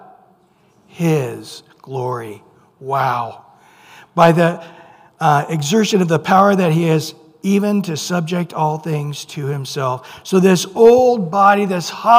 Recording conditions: large echoing room